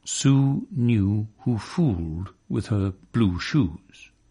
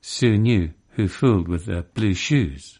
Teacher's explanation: That's a completely different vowel. It's shifted from oo to ü, completely losing its lip rounding, and now made more centrally in the vowel space and with a more open tongue position. · Shown in: second take · using the close back lip round vowel oo as defined in IPA